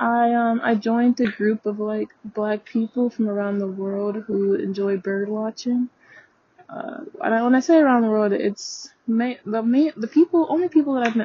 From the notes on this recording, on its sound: The audio in this episode may be a bit muffled as I was on a walk and had forgot that I still had my headphone connected.